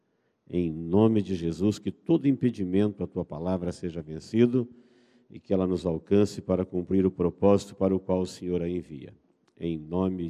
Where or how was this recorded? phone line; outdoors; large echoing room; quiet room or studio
large echoing room